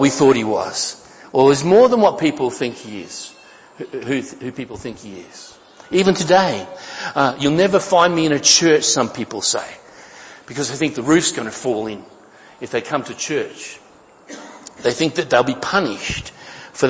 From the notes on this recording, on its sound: Each week, sermons are recorded for Atherton Tablelands Baptist Church.